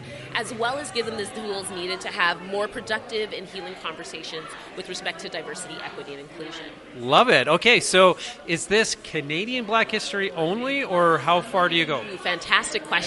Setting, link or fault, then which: setting, busy venue